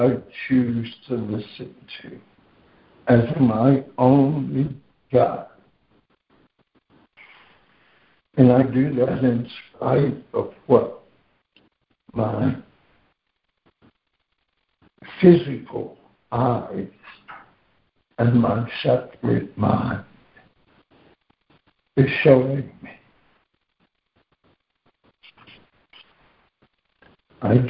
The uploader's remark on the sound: ACIM Daily Conference Call.